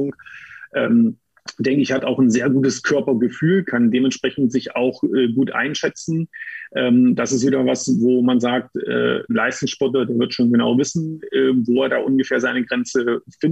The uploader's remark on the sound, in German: die Aufzeichnung dann doch per Zoom stattfand